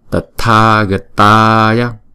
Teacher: Chữ tha và chữ ta là mỗi chữ hai nhịp